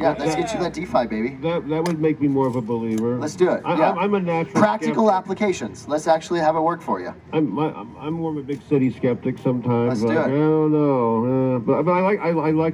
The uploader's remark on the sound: We get featured on the sTeVe TV stage at the Lucidity Festival in Santa Barbara, California